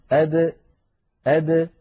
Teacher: فالدال من حروف قطب جد، فهي حرف مقلقل إن سكن، هكذا أد، أد، لابد من إخراجها بالتباعد بين طرفي عضو النطق بدلا من التصادم بين طرفي عضو النطق حتى تظهر قلقلتها وتزول منها شدتها التي تزعج جهاز النطق عند الإنسان لو أخرجها بالقرع عند طرفي عضو النطق. · Term: القلقلة